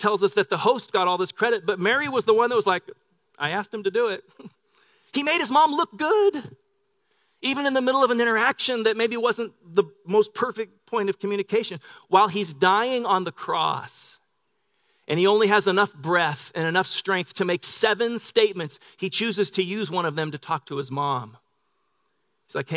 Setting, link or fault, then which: setting, large echoing room